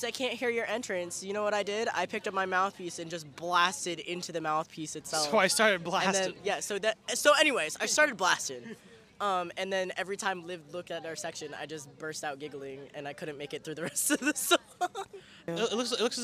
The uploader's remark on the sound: mic'ed up members of the UNH Marching Band during our 2023-24 Road show